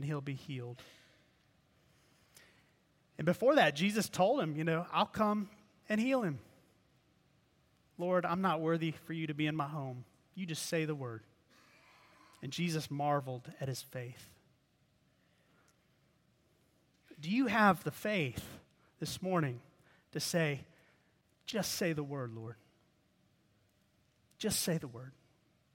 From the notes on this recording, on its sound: preached at Redeemer Presbyterian Church in Charleston, SC.